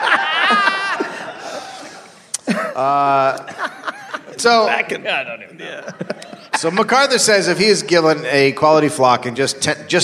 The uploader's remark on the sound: Live in Australia. Live from Adelaide, Australia.